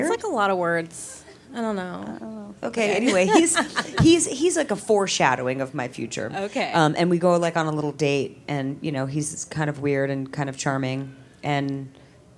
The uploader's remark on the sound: moderated discussion and audience Q&A